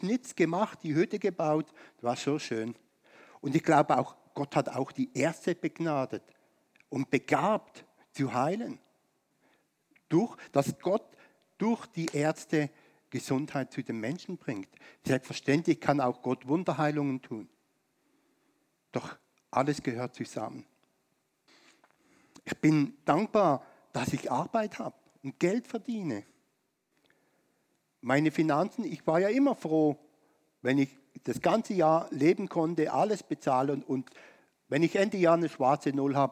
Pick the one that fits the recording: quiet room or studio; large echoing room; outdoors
large echoing room